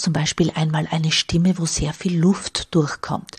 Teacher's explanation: eine Stimme, wo sehr viel Luft durchkommt. Diese verhauchten Stimmen sind selten laut.